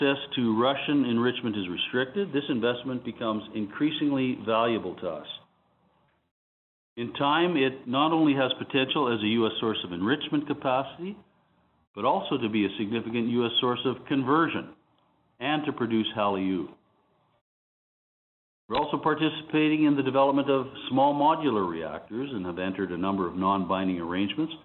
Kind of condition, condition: link, phone line